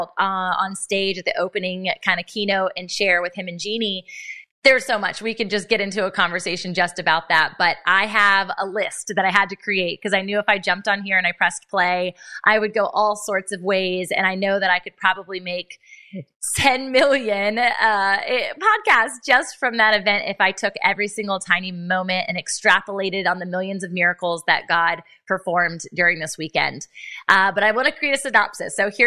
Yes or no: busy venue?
no